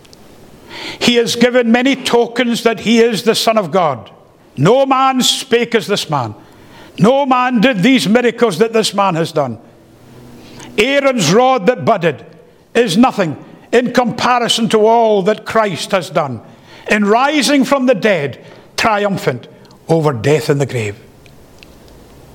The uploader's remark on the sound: The first paper delivered at the Free Southern Presbytery Colloquium held in Knightswood Free Church -Continuing-, Glasgow